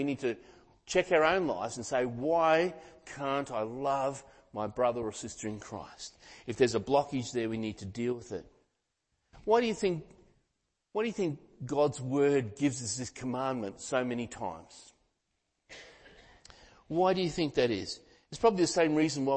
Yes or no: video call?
no